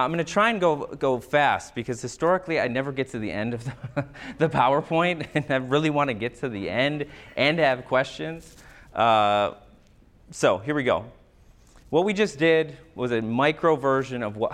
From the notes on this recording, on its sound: MSSA Annual Conference Lecture. On this episode you’ll hear a recording of a lecture. The audio begins with the title slide that has three separate writings continuously scrolling across the screen.